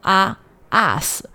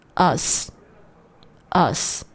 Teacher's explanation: 不要读成 us。us，注意字母 u 它发的是一个倒三角倒 v 的这个 a 的音，开口非常小 · Shown in: second take